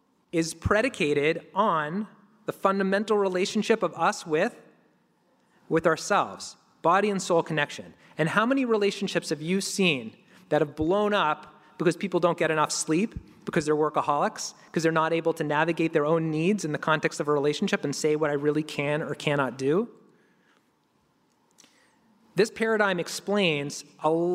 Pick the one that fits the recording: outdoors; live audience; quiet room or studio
live audience